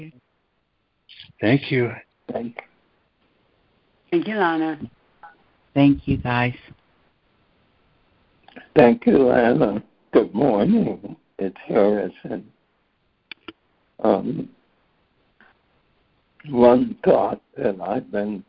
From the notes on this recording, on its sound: ACIM Daily Conference Call